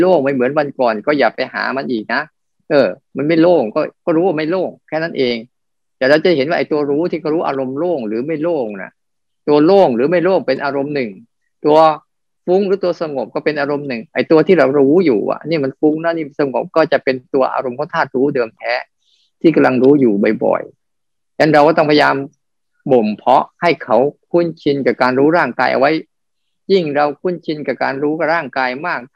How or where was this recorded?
video call